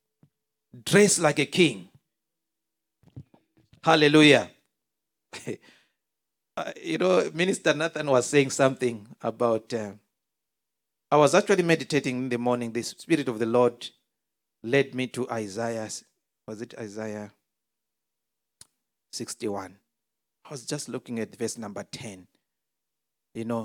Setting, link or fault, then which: setting, large echoing room